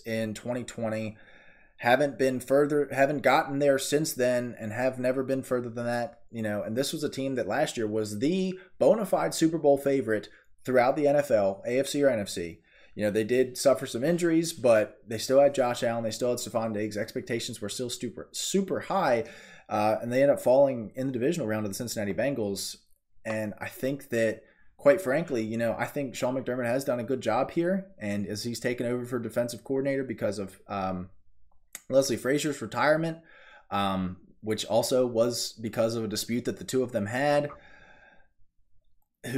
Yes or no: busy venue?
no